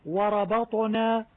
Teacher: الراء مفخمة والباء مرققة والطاء مفخمة والنون مرققة